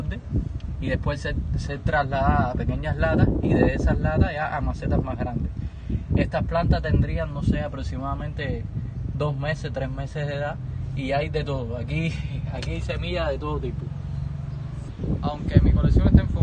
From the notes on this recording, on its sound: Excuse the noise caused by the wind blowing hard on the roof of my home.